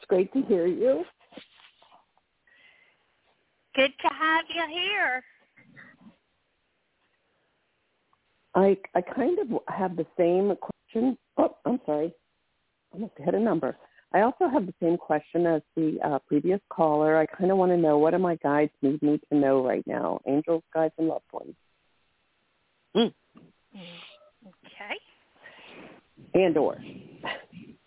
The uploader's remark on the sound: Taking your Calls for FREE Tarot Readings, Live On-Air!